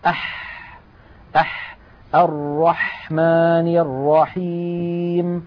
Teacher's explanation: الحرف الثاني الذي من وسط الحلق هو الحاء